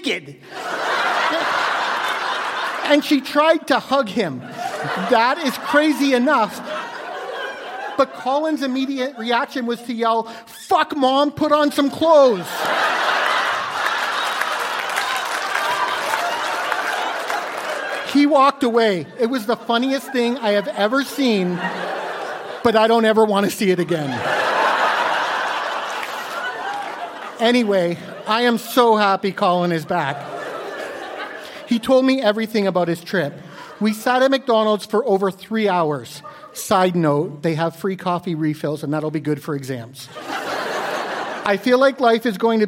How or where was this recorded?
live audience